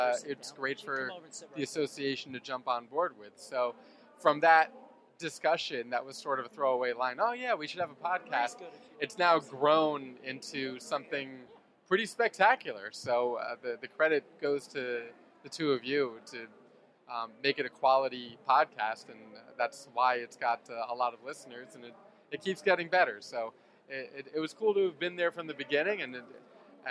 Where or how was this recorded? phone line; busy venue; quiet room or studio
busy venue